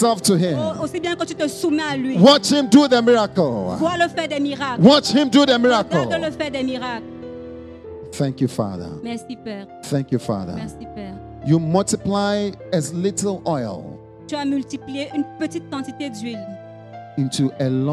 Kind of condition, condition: setting, large echoing room